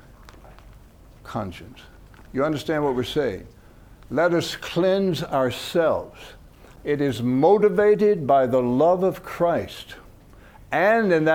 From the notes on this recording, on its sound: From the HeartCry Asia Conference 2023.